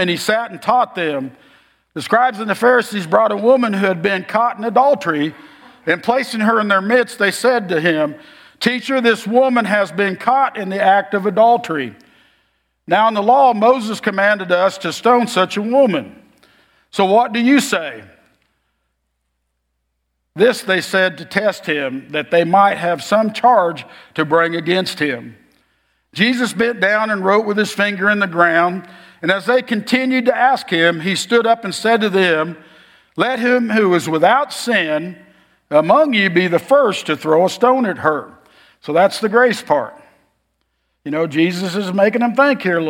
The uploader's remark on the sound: Message form 10 AM Worship Service on Febraury 25, 2024, at Oakton Church